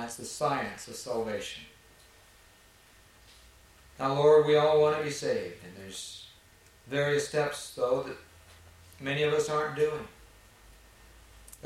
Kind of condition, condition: setting, large echoing room